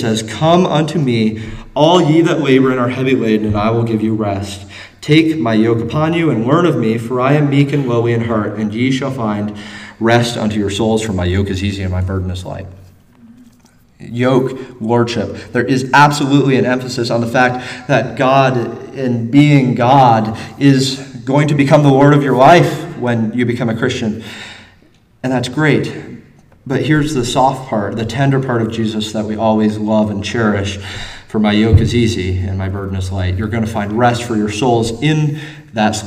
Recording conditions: live audience